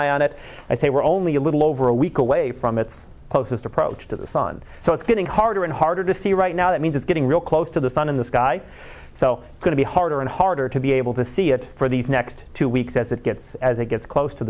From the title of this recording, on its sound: Live Class Lecture